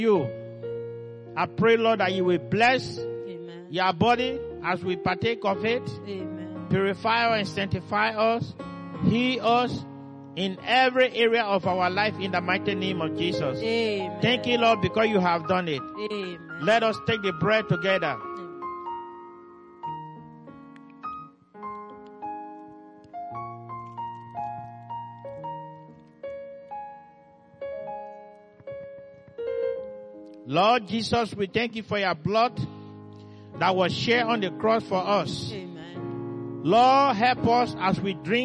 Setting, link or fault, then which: setting, large echoing room